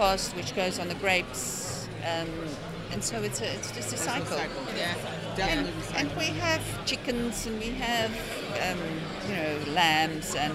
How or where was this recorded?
busy venue